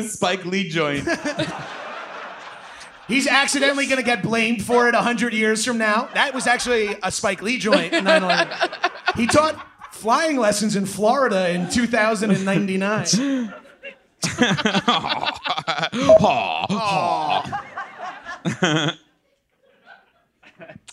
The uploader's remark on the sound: For a LIVE power hour in NYC (Recorded LIVE October 23, 2021).